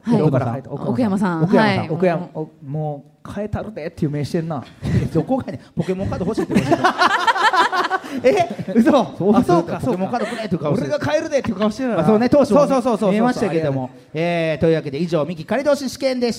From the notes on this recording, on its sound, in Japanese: 京セラ本社に来ちゃいましたスペシャル』京セラで出張公開収録やりました！